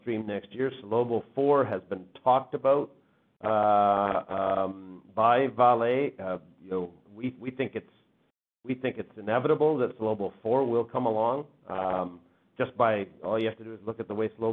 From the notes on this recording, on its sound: Third quarter 2021 earnings call for Wheaton Precious Metals Corp.